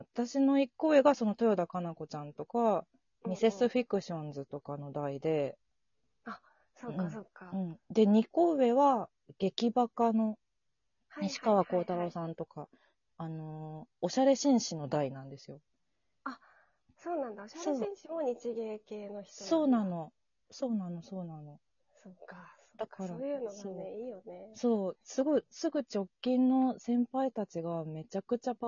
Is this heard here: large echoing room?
no